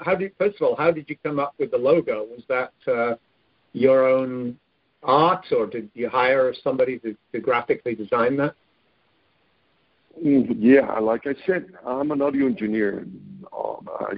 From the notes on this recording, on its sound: I scheduled a phone interview